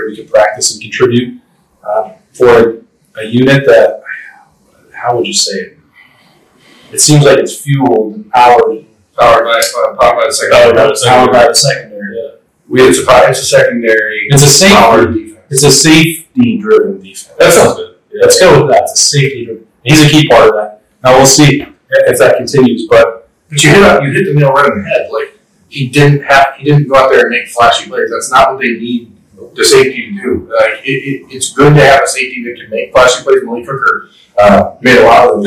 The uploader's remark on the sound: Apologies for the audio challenges, a key piece of equipment malfunctioned and was not immediately replaceable.